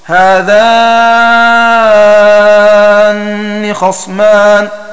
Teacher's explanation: قرأ ابن كثير المكي هذه الكلمات كلها بتشديد النون حيث وقع